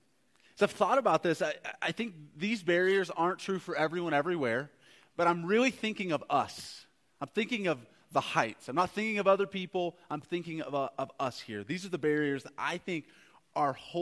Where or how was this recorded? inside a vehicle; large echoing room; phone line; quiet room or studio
large echoing room